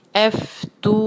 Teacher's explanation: दम्मा के बाद है वाव साकिन, तो हम इसको दो हरका खींचेंगे, मेक श्योर कि इसको दो हरका खींचना है, एफ तू।